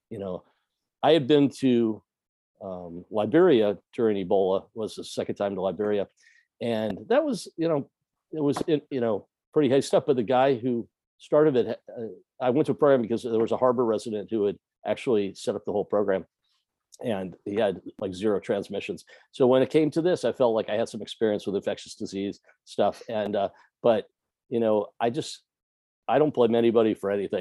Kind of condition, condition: link, video call